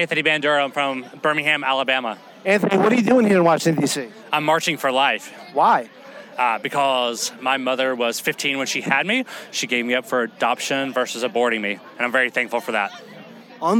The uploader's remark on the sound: Live From The March For Life in D.C.